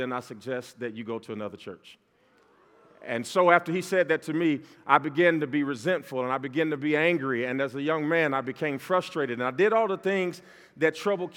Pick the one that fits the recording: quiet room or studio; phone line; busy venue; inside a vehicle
busy venue